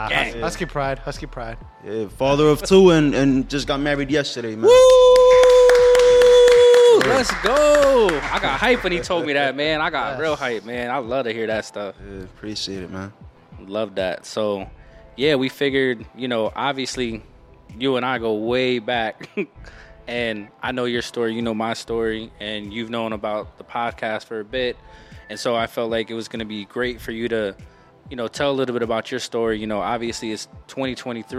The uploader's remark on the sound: Empower 610 Episodes recorded at La Vida Cafe.